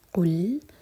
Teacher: لام ساکن پر ہوٹوں کو پھیلا کر پڑھیں گے اور لام پر تھوڑا ٹائم دیں گے